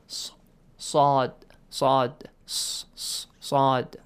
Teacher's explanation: You have to produce an ah sound with the letter seen with kind of a little bit circling mouth · Term: letter sad